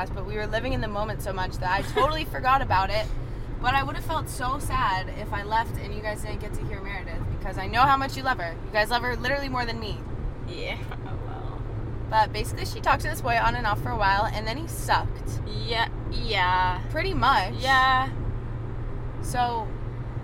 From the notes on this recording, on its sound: this time we’re driving to the airport